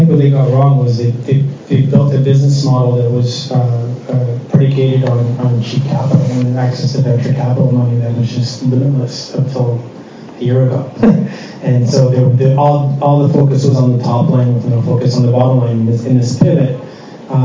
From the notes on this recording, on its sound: conducted live on stage during the RSPA Canadian Community Networking Event April 11 at the Hockey Hall of Fame in Toronto.